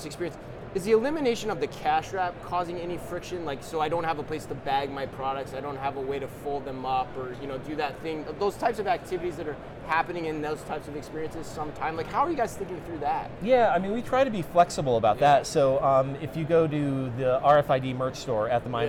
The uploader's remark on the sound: Live From NRF 2024